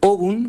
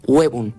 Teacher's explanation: la O tónica diptongó en UE